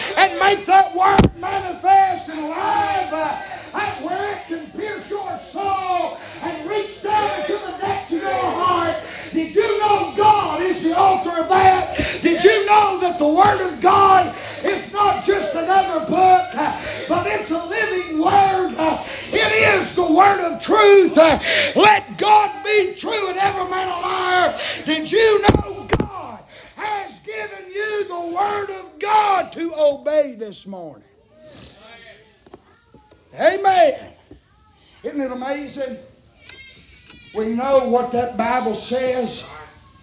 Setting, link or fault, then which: setting, large echoing room